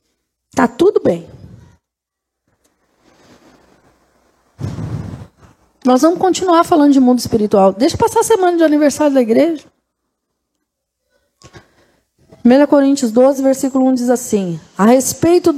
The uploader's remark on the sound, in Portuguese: Culto gravado no dia 20/08/2023, na Igreja Desfrutar do Amor de Deus, em São Paulo.